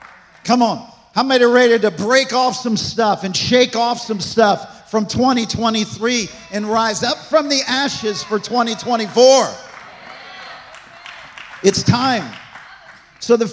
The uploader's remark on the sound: This message was recorded on December 24, 2023, at Gateway Church in Richmond, Indiana.